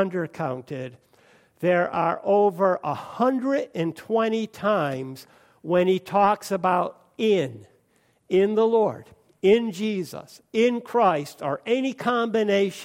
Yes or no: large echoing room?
yes